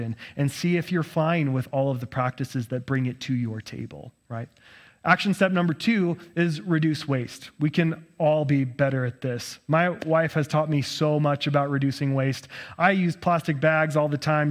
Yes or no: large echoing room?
yes